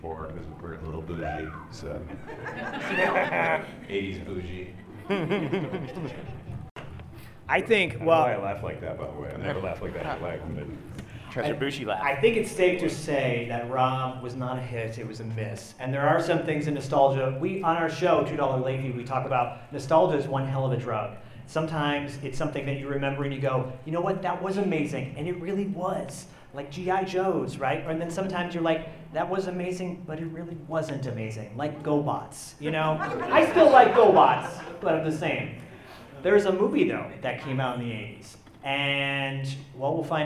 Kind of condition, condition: setting, live audience